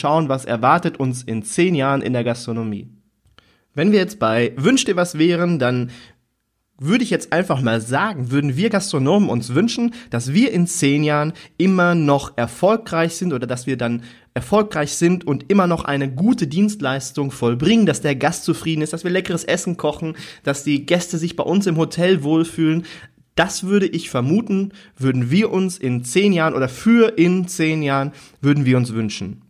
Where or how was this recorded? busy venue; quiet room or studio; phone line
quiet room or studio